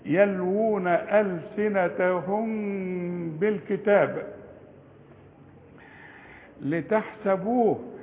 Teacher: أما الميم اللي بعدها باء، مادام بدون تشكيل الباء الميم يحصل لها إخفاء بغنة، إخفاء شفوي يعني بالشفايف